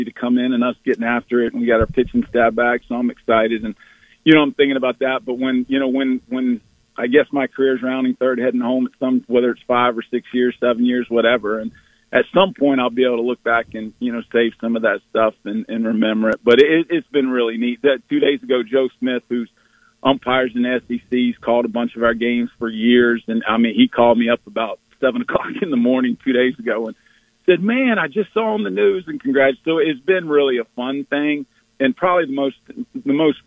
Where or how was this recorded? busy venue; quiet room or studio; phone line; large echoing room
phone line